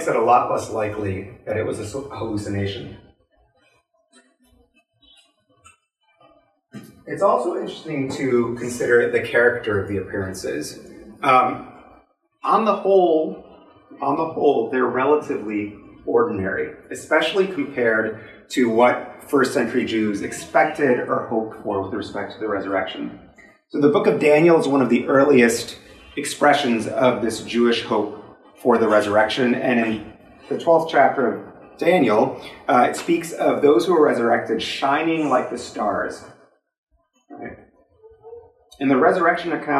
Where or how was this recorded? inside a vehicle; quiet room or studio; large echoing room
large echoing room